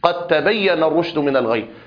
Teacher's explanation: أدخلت هنا الدال في التاء فصارت تاء مشددة